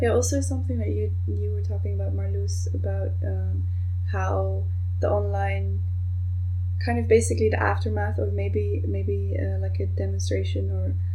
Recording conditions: poor sound quality